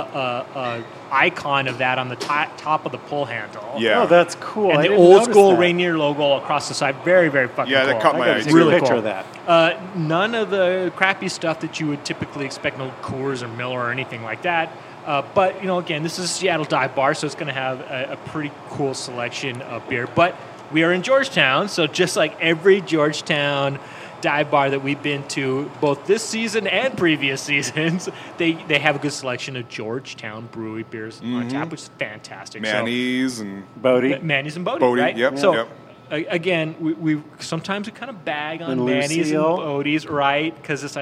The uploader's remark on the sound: Recorded live at Jules Maes Saloon. Jules Maes in Georgetown.